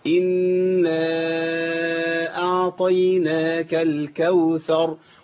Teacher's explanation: ان مشدده يبقى لابد ان انا ايه اطول الزمن فيها شويه. في عندي الف بعد كده وبعديه ايه همزه، يبقى ده مد منفصل. إنا أعطي، همد أربع حركات.